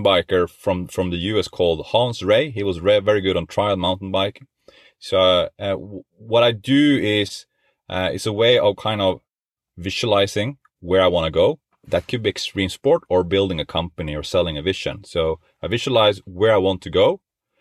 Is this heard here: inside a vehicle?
yes